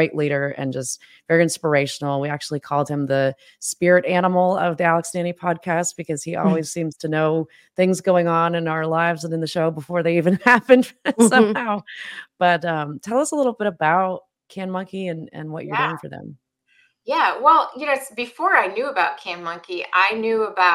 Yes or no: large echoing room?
no